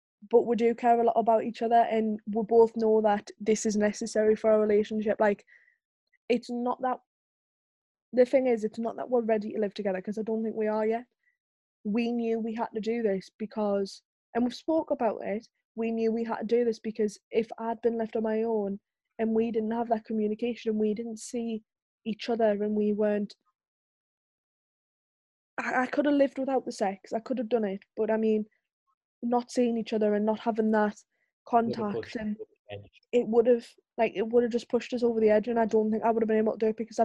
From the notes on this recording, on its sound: take to Zoom again